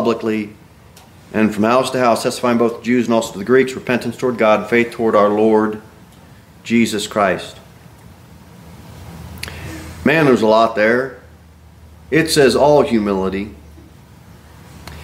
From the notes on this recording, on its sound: Sermon delivered at Pilgrim Baptist Church on Sunday, October 29, 2023, at 2:15 pm. Jere Whitson Rd.